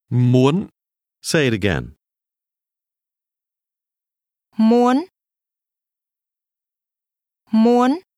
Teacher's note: Want is pronounced with a high rising tone.